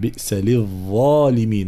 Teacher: ظاء مشالة مخرجها طرف اللسان مع أطراف الثنايا العليا